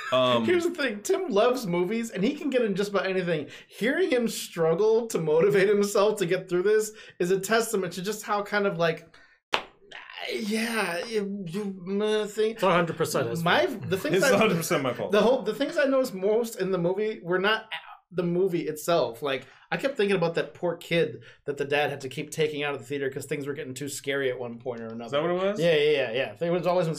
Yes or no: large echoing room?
no